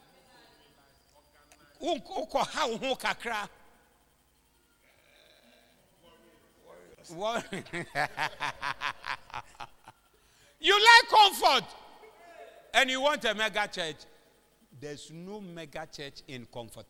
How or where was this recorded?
live audience